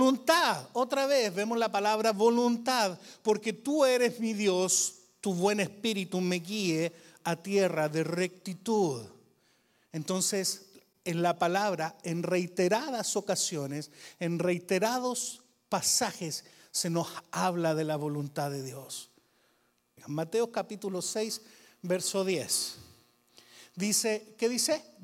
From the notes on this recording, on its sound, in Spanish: Grabado en VIVO en la iglesia VMF, Arlington, Texas.